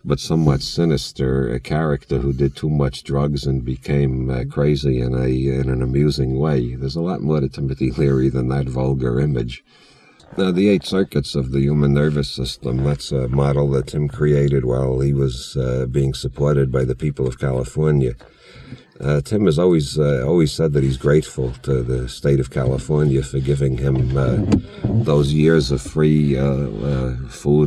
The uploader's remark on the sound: Recorded in a car in the Santa Cruz mountains during a rainstorm. Digitized, remastered and edited in May, 2023.